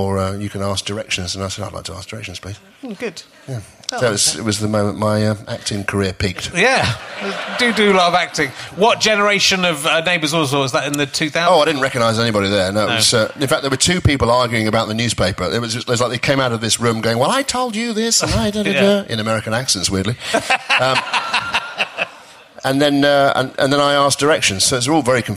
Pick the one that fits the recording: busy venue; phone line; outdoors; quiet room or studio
busy venue